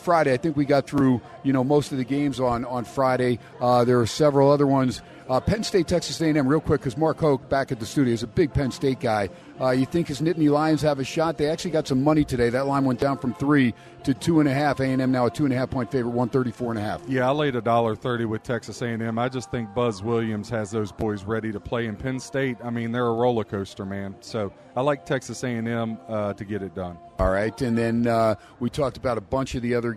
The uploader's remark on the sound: "Live" from #SteinersPub in Las Vegas